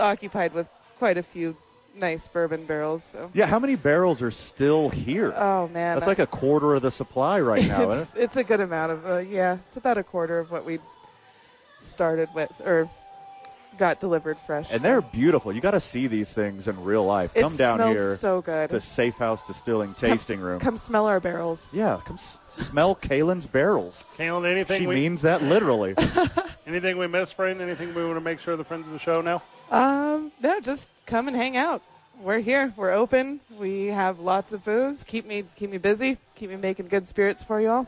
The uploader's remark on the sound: Live from Safe House for "re-opening".